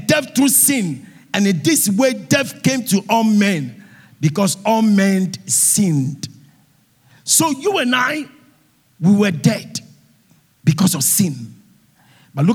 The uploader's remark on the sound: Sermon preached at CBC Shiashie Campus